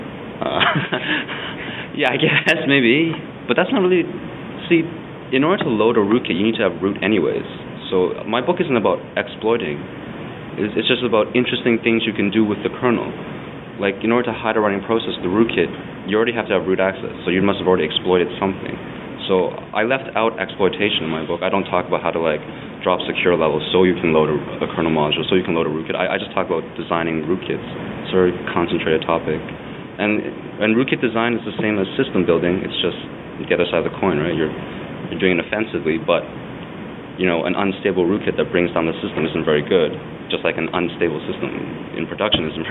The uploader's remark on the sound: The interview was recorded at BSDCan in Ottawa.